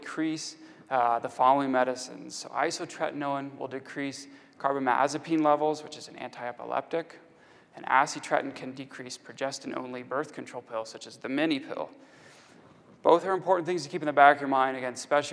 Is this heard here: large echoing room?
yes